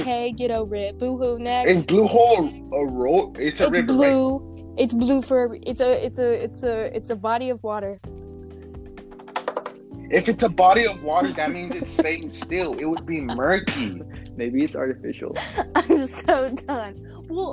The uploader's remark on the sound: Audio kinda moody.